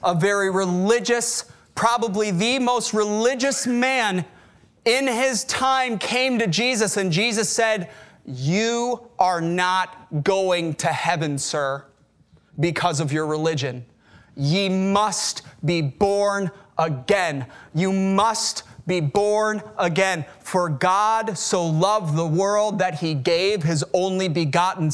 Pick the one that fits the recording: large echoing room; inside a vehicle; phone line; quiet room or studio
large echoing room